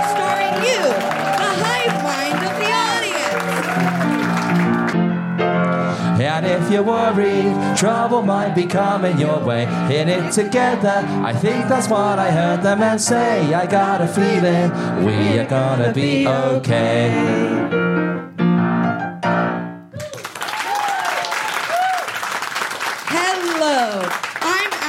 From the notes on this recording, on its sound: Recorded 16 September 2023 at Kings Place in London.